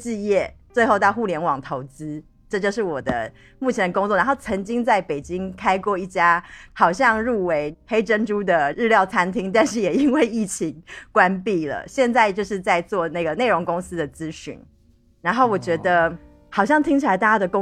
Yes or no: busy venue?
no